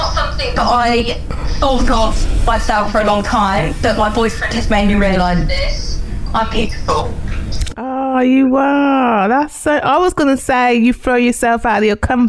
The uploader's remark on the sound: Apologies for the audio quality of the telephone in this episode